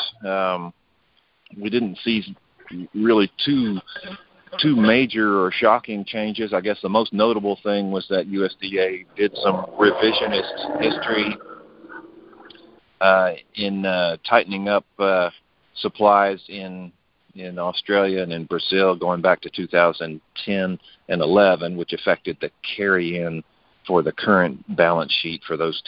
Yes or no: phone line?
yes